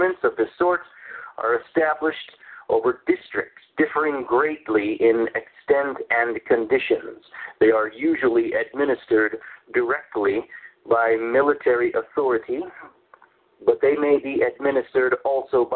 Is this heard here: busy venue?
no